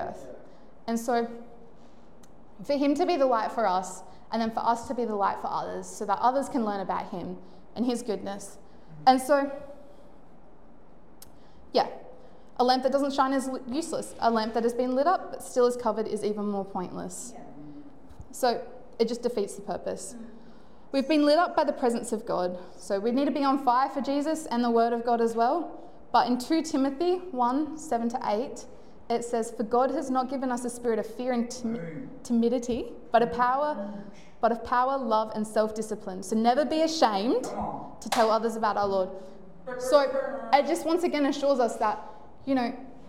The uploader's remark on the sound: Recorded live at One Heart Church (Port Lincoln) on the 11th of Feburary, 2024.